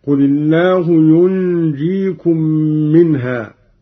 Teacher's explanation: مع ملاحظة إخفاء النون عند الجيم مع الغنة بمقدار 2 حركات